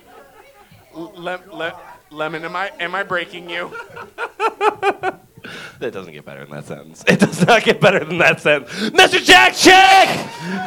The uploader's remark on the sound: The live shenanigans continue!